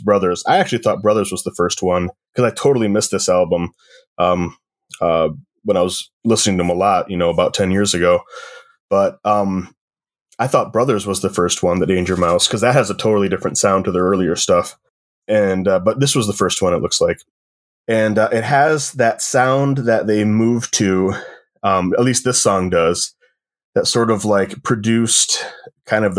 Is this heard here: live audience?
no